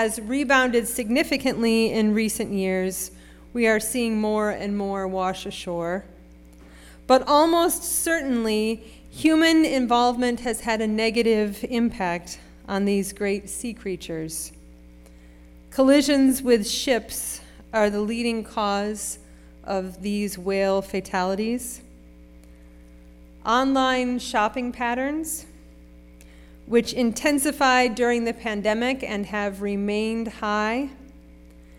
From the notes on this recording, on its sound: Sermon preached at RCHP on March 12, 2023.